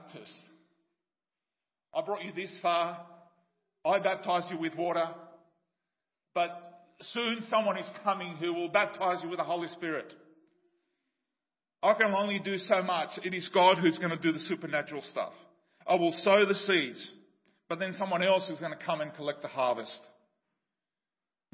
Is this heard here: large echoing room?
yes